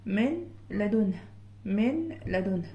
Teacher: انا المفروض هحول النون دي لحرف شبه الحرف اللي بعديها اللي هو اللام بالظبط، وهجيب هوصل الميم الساكنة للام اللي اصبحت لام مشددة. · Term: ادغام بغير غنة